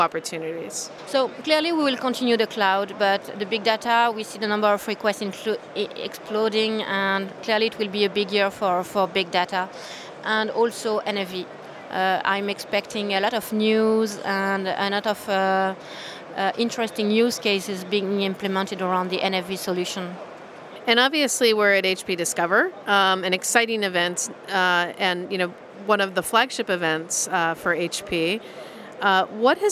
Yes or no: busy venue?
yes